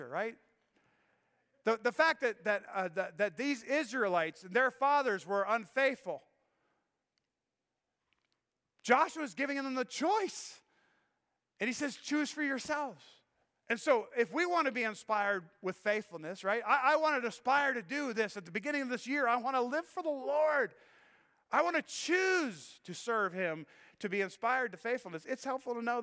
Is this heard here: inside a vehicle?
no